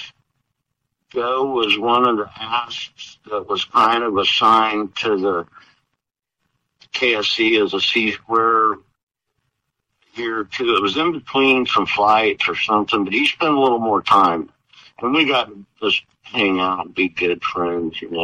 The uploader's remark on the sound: Via phone, so the audio quality is not pristine. However, we have done our best to clean it up, so we appreciate your indulgence when listening.